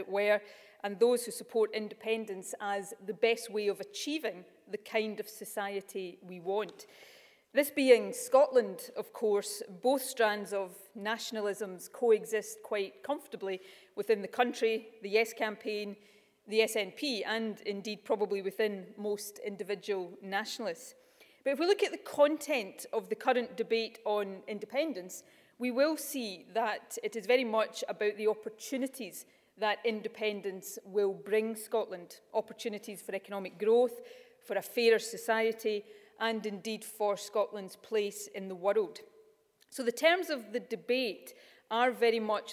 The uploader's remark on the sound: Keynote Speech At University Of Edinburgh’s Centre For Constitutional Law